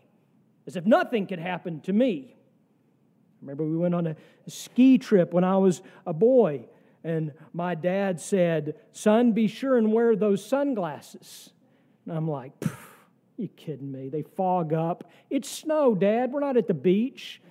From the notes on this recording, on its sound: sermon from our worship service on October 1, 2023